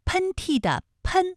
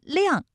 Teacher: 喷嚏的喷是前鼻音，它的韵母是 N，而力量大的量是后鼻音，它的韵母是 ang